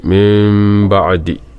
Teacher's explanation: നൂനിസ് സാക്കിനയെ മീമാക്കി മാറ്റിയിട്ട് ഉന്നത്തോടു കൂടി ഉച്ചരിക്കണം · Term: ഇഖ്ലാബാണ്